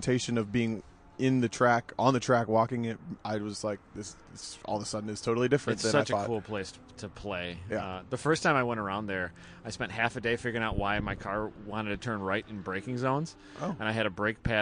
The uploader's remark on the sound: Multiple interviews and hang outs recorded live, after Gridlife Trackdays at Road America was complete for the day.